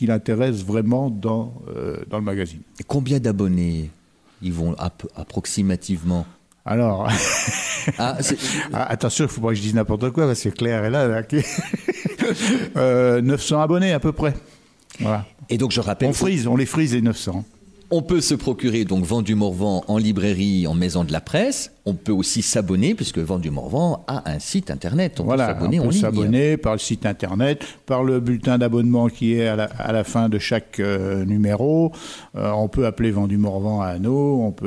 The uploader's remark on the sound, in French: Cette émission a été enregistrée en public à la Bibliothèque municipale de Semur-en-Auxois (Côte-d’Or). Lors du cinquième rendez-vous du Cercle des Auteurs Bourguignons.